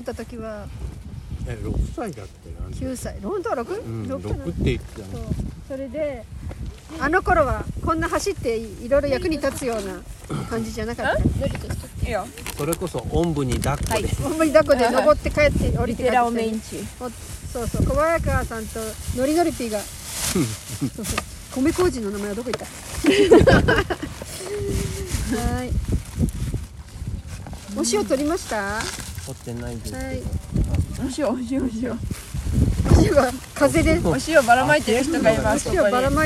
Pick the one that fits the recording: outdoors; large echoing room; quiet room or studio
outdoors